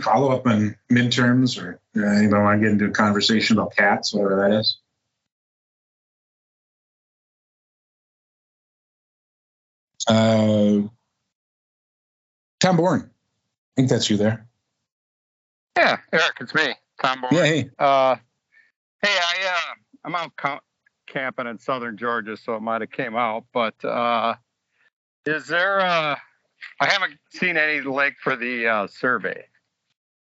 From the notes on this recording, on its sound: Weekly call in with the MEC